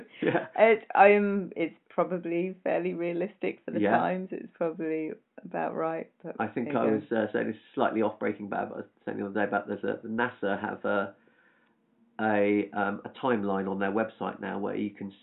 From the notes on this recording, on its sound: Apologies for the sound quality of this episode – recording teething problems and fixed for future episodes.